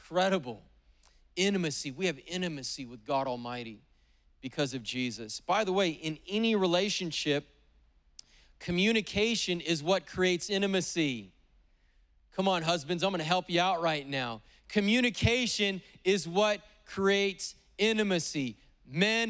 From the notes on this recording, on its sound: preached on August 8th at the 11:30AM service